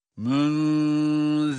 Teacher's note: İşte burada ihfa var. Münziru zel peltek ve ince ra ise kalın. Münziru men yahşaha.